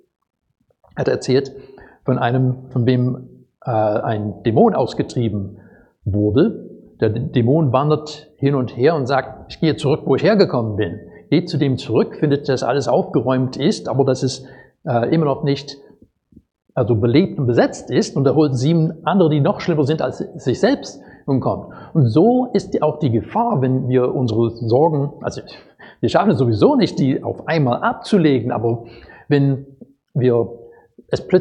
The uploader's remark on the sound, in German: Predigt aus dem Gottesdienst.